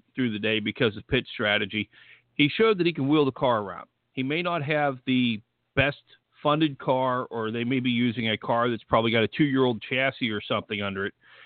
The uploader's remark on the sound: we'll take some phone calls!